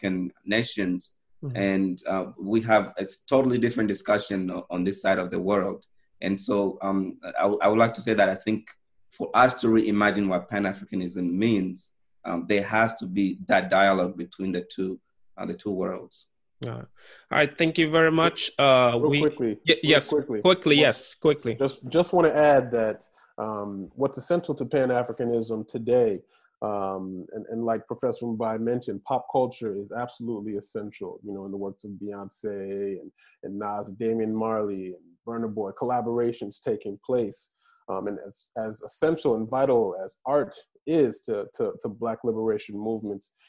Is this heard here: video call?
yes